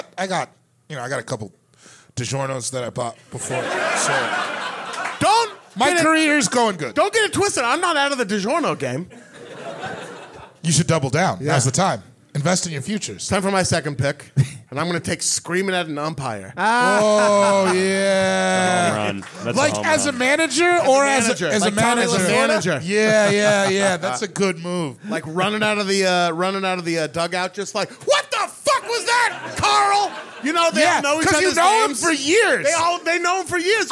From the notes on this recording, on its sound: This episode was recorded live at The 10,000 Laughs Comedy Festival in Minneapolis, Minnesota.